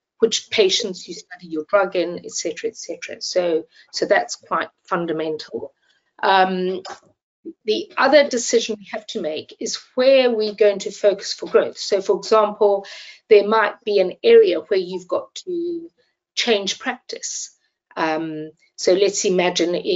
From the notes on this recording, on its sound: This episode was first broadcast as a live webinar in January 2024.